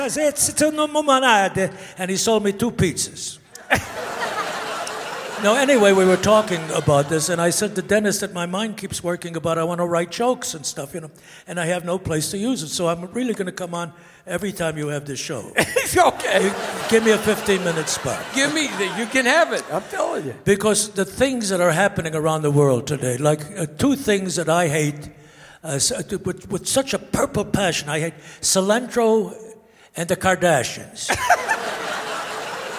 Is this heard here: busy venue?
yes